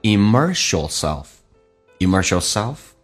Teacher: 那么 s 加也可以发成 sh 这个发音